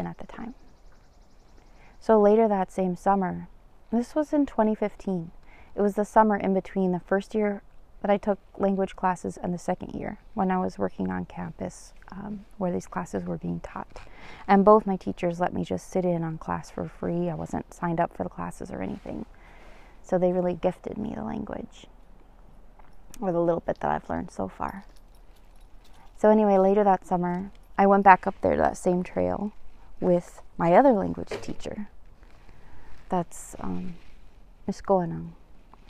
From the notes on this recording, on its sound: This episode was recorded outside, because it was too beautiful out not to - and this was so much nicer than recording in my cold car during the winter.